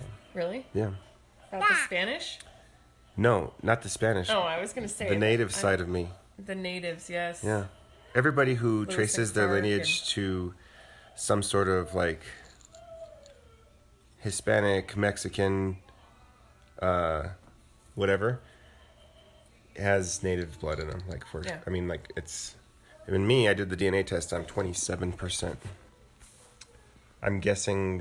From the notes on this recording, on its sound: Laugh with us (or at us) as we attempt to record a podcast and parent at the same time.